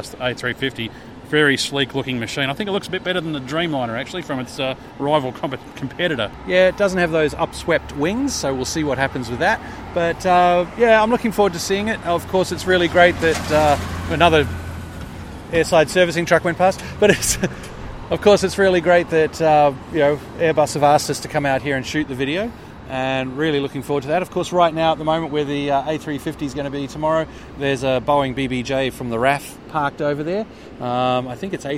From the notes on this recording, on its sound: where else should they record the OzDesk than beside the bizjet ramp?